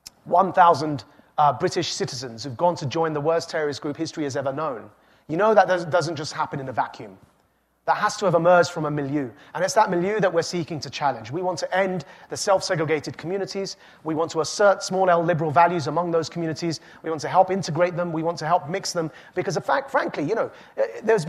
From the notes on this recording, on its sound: This talk was recorded live at the Aspen Ideas Festival.